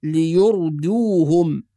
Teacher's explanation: في كلمة ليردوهم بعض الناس يحول الداد إلى ضاد فيقول ليردوهم، وهناك فرق بين يردوهم ويرضوهم، فالكلمة الصحيحة بالدال وليست بالضاد، يبقى لازم القارئ يحافظ على ترقيق الدال